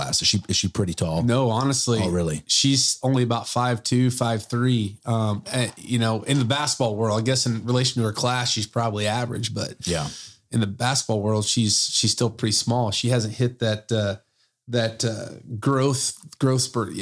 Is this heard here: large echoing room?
no